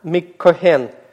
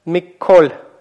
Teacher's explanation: Когда «нун» оказывается в такой ситуации, мы с вами уже говорили, то «нун» имеет тенденцию сливаться со следующей согласной. И вот это вот слияние, оно обозначается удвоением или приводит к удвоению.